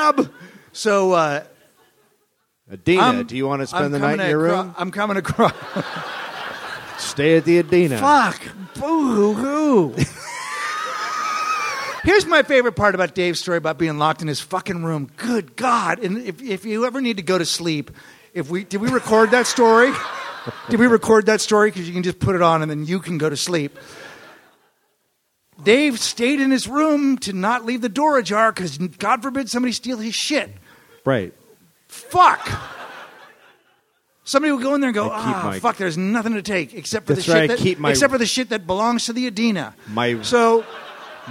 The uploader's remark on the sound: live from the Melbourne International Comedy Festival